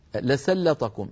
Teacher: لام مرققة، سين مرققة، لام مرققة، هذا المقطع ثلاثة حروف مرققة، لسل ثم طهم، فطهم مقطع ثاني أوله طاء مفخمة، نصل المقطعين مع بعض فيصير لسلطهم، وليحذر من تفخيم السين والطاء من هذه الكلمة.